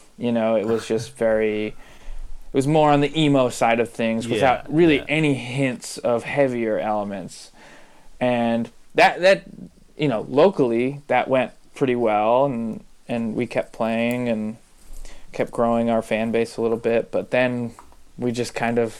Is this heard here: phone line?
no